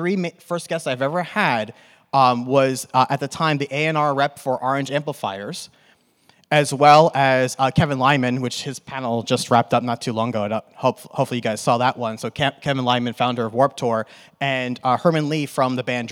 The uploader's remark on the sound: (NAMM 2024). In this riveting panel at the NAMM Show we discuss starting your own podcast and how to reach podcasters.